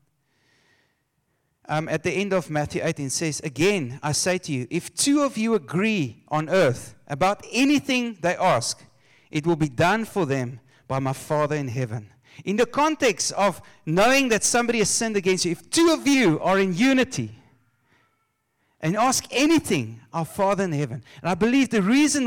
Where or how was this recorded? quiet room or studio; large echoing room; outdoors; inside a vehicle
large echoing room